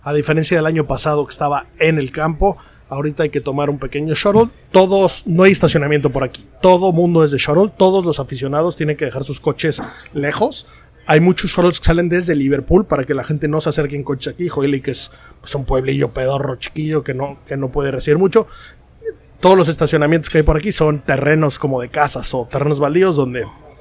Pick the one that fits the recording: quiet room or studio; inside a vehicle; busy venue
busy venue